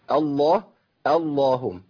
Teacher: شرط ان يكون ما قبل اسم الجلاله مفتوح او مضموم، او ابدا باسم الجلاله. هبدا اللهم، ما ينفعش ترقق اللام